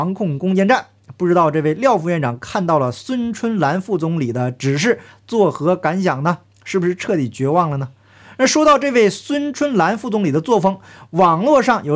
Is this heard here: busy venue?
no